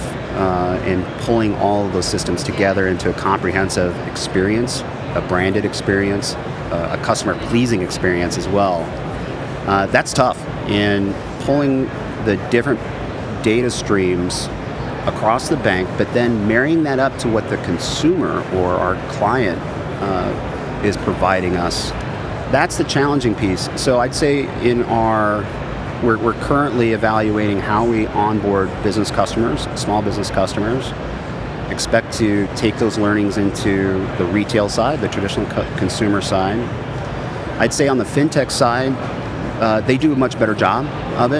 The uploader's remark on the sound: Recorded at Money20/20 USA. The event took place at The Venetian, Las Vegas. We recorded a series of interviews from the Instnt's booth with a number of the speakers and attendees at the event.